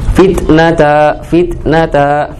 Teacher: khusus untuk kaf sama ta, dia huruf hames. Hames ya, hames kan. Tapi hamesnya itu tidak 100%, tidak sempurna.